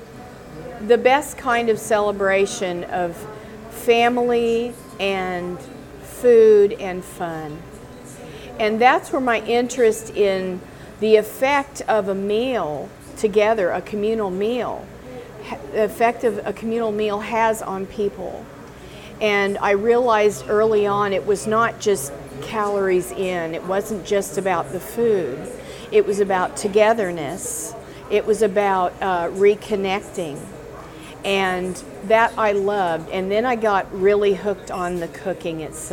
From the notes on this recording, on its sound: visits Café Madeleine to chat with owner